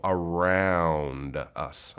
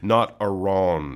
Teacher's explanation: You are making a bigger, wider, flatter circle, and then you're coming back to a rounder, smaller circle. · Shown in: first take · So you half to do that, you have to stretch your cheeks and your lips out towards your ears when you go, wow. · Term: ow sound